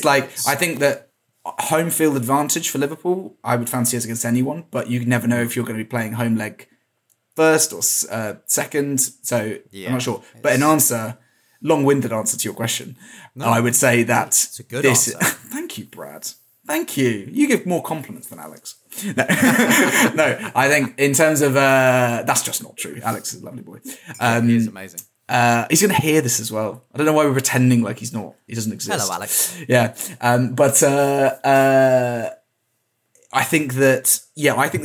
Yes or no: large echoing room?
no